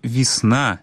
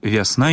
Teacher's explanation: На месцы А нельга дапускаць гуку І. · Shown in: second take · Term: гук А